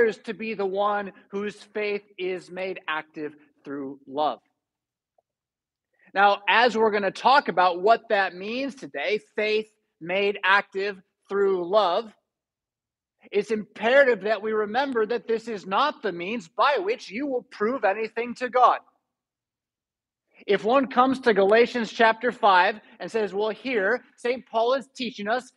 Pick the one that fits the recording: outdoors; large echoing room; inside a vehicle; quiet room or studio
large echoing room